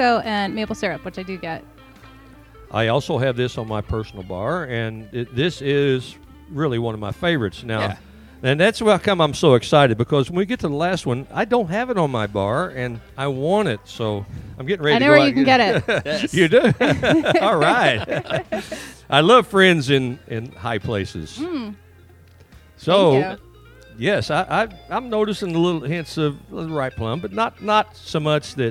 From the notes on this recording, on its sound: We are live from the one year Anniversary Event at Havisham Bourbon, Brew & Spirits!